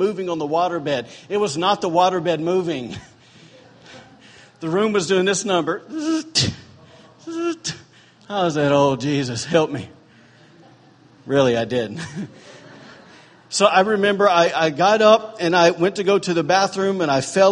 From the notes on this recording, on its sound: was recorded on Sunday, July 2, 2017, during morning service at Celebration Life Family Church.